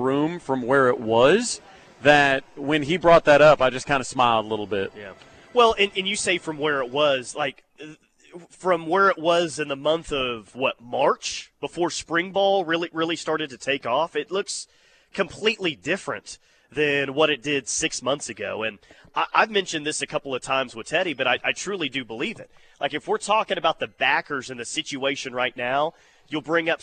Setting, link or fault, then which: setting, busy venue